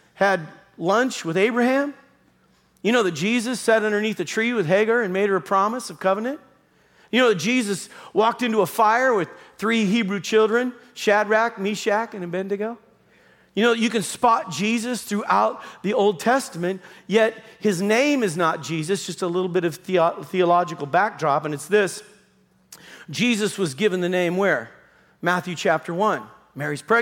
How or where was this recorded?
large echoing room